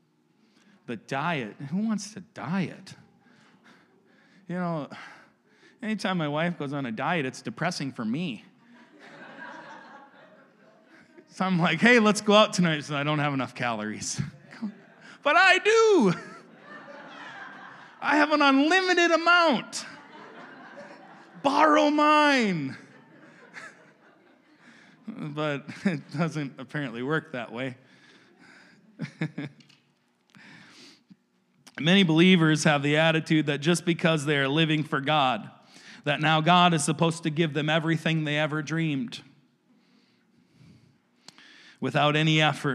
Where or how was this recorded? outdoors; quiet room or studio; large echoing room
large echoing room